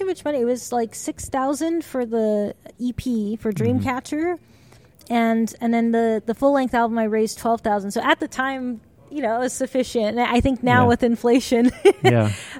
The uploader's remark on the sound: This episode was recorded on-location in Anaheim, California, at the NAMM Show, where she had just performed.